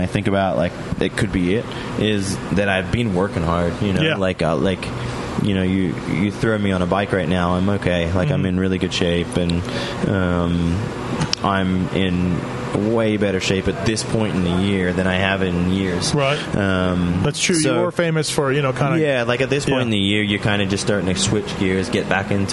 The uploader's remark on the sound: at the Las Vegas Speedway while he was driving a Lambo